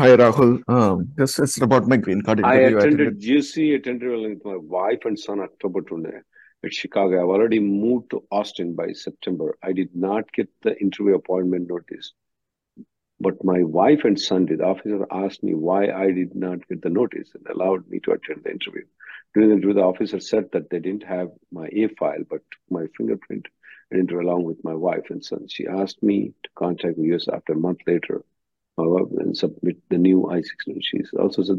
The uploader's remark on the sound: Conference Call